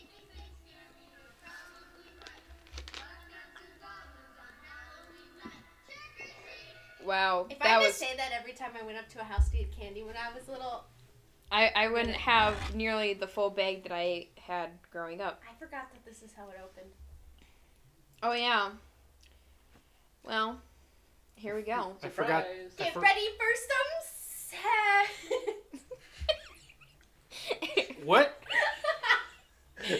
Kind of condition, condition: fault, sounds in the background